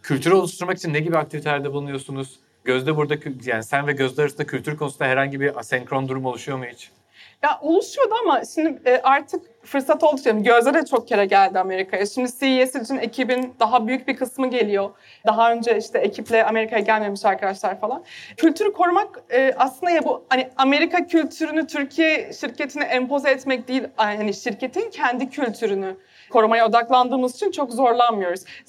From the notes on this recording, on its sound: (Episode in Turkish - live recording during cc: Nights in Istanbul).